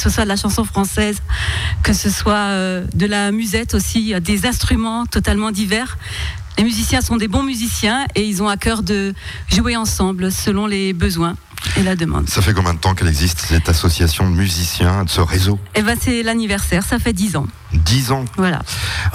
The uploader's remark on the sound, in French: Emission en direct depuis la salle de la Laub à Munster, dans le cadre de la fête de la musique.